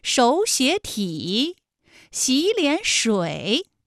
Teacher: 前两个音节是二声，也就是35，35加35，最后一个字是214